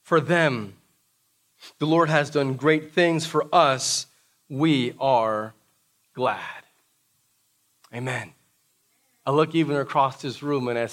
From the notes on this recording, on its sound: This message was preached during our "Prayer & Praise Gathering" - the first live worship service since the COVID 19 pandemic began.